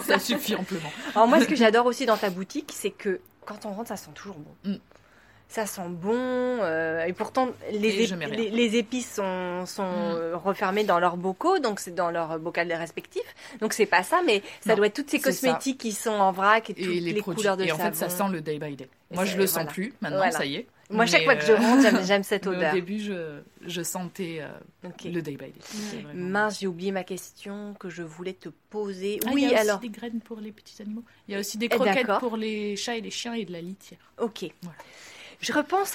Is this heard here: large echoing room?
no